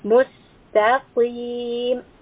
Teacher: Mustaqim, ta is light, qaf is heavy.